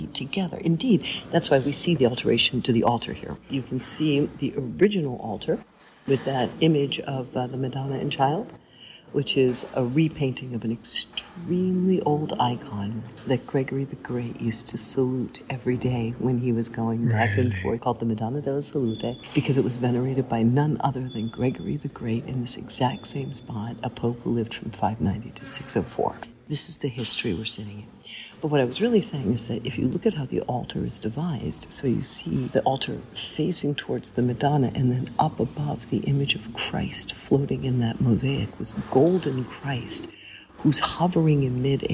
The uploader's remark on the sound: We spoke, sometimes sotto voce , inside the little church, with tour guides and visitors swirling around us. Apologies for the inevitable background noise.